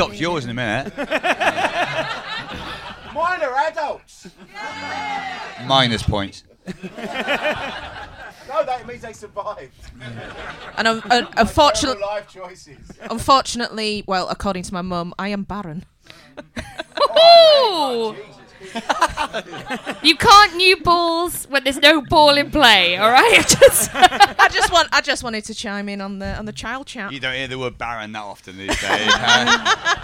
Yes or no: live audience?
yes